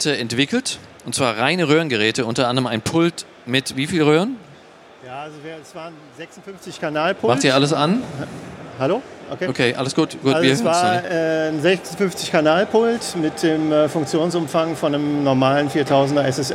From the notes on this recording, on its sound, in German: Studioszene19 Live. Unser erster Podcast, live von der Studioszene.